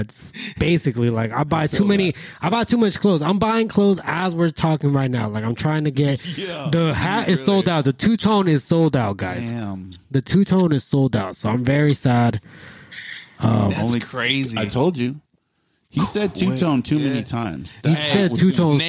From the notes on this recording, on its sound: Live on the Clubhouse app. Calls in to answer the QotD.